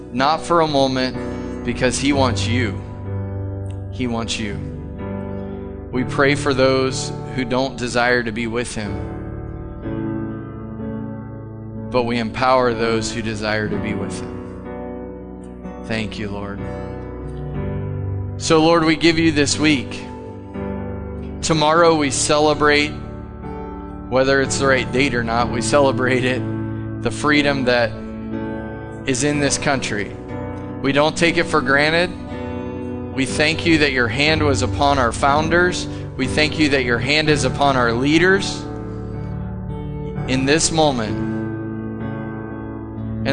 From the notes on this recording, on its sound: Sunday Morning at The Summit. Live from The Summit Church in Dover, OH.